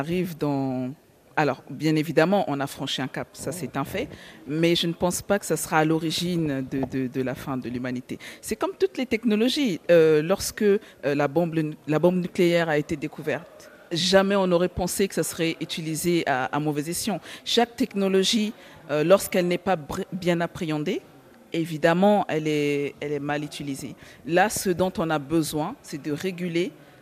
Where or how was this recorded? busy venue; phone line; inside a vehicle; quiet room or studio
busy venue